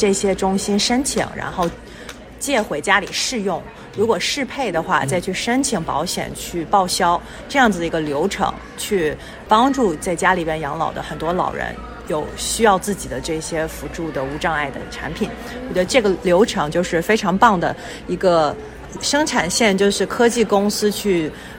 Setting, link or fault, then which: fault, background noise